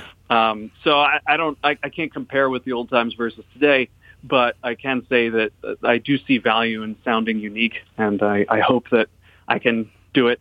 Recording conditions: phone line